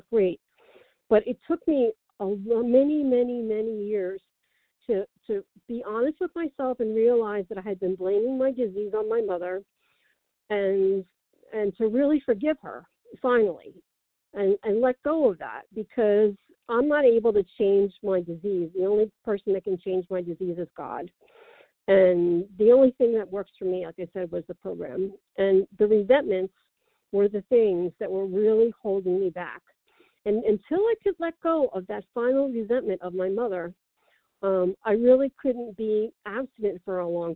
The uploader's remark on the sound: from the 100 Pounders Phone Meeting